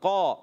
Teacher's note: قاف کا مخرج ہے زبان کی جڑ اور تالو کا نرم حصہ